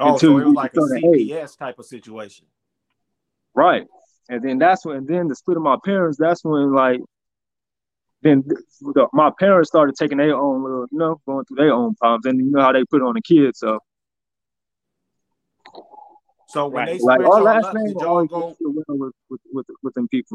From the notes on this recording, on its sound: EPISODES RECORDED OVER STREAM YARD MAY HAVE SOME AUDIO DIFFICULTIES